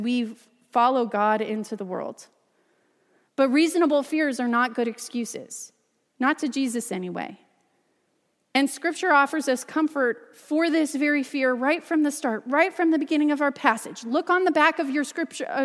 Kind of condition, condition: setting, large echoing room